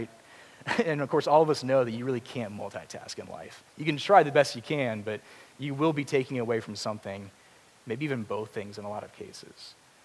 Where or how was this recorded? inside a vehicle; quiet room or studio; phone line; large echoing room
large echoing room